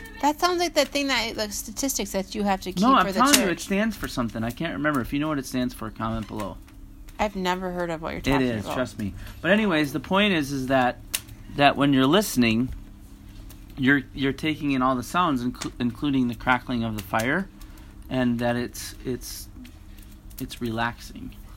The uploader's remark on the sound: Live From Our Backyard. Sorry if the sound quality isn't that great.